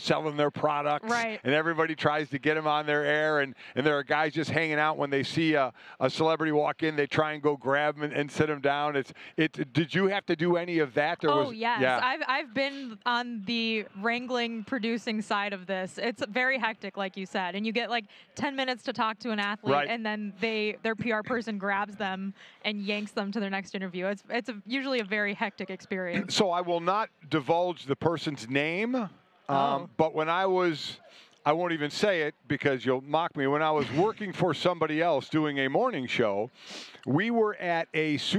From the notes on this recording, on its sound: From Radio Row in Arizona.